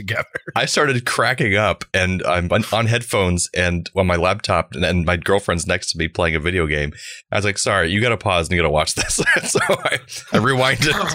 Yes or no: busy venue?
no